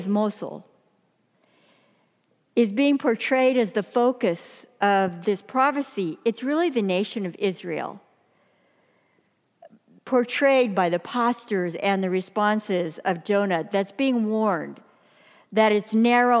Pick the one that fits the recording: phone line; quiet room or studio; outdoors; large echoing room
large echoing room